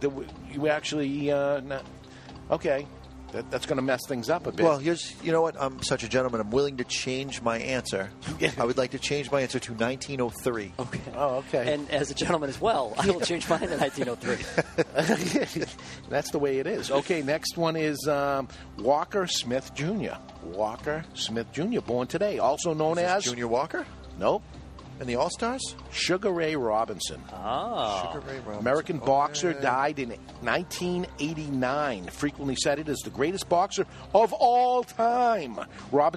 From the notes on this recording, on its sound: live inside the Diamond Crown Cigar Lounge at Two Guys Smoke Shop in Nashua, NH.